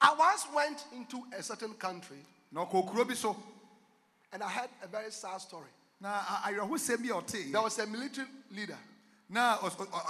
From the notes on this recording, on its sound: Preached at The Life Cathedral, Ofaakor -Kasoa, Ghana.